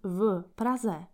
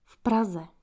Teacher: when we combine the preposition v, firstly, we do not read it separately. The preposition will become the part of the following word · Shown in: second take · and the accent in Czech, as you know, is on the first syllab.